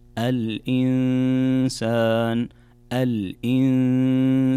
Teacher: نون ساكنة جاء بعدها حرف السين، والسين من حروف الإخفاء، فعندنا كذلك هنا غنة بمقدار حركتين